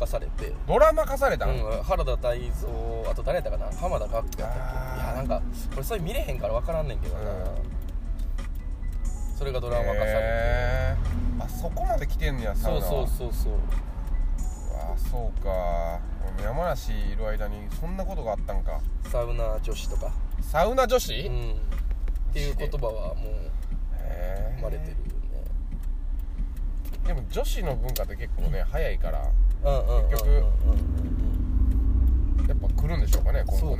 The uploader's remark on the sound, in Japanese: 縦走してる途中、テントの中で収録してます。